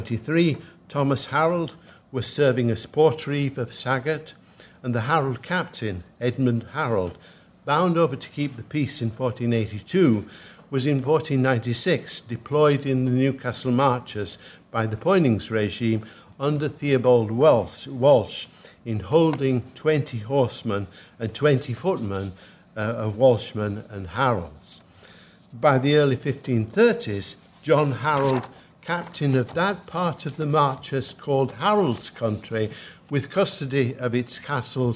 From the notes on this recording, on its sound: at the 2022 Tudor and Stuart Ireland Conference